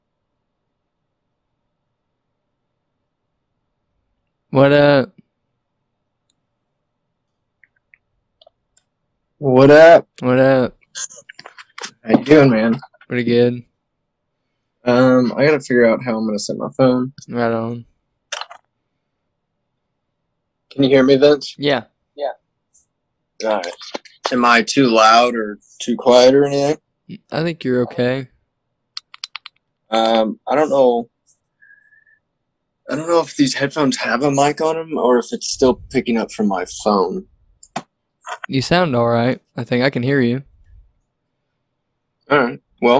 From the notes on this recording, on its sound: We decided to get together for quick zoom call. This is our first ever full zoom podcast between all hosts.